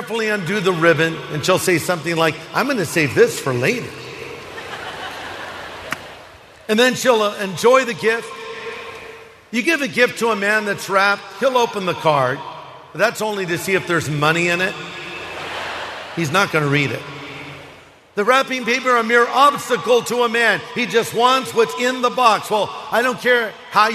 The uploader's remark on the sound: This message was originally preached in 2012 at the Harvest Crusade held at Dodger Stadium in Los Angeles, CA. 61,000 people attended this crusade over two days.